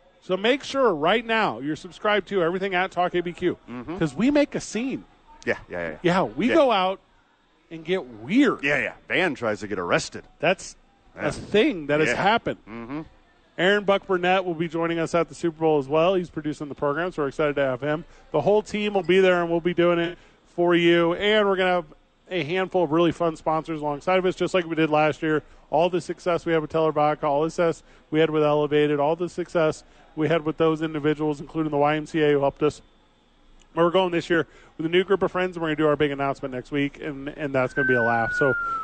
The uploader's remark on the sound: live at Sadies